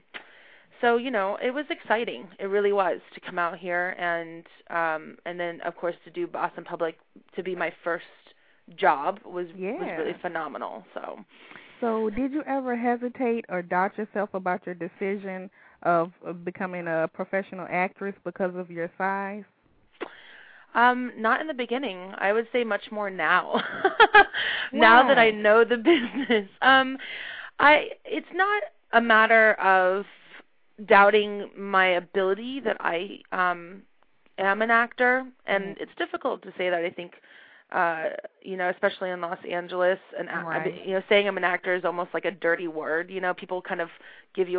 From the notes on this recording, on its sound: calling in from Sydney, Australia